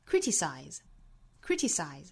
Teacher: 重音呢是第一个音节，我们掌握节奏应该是哒哒哒哒哒哒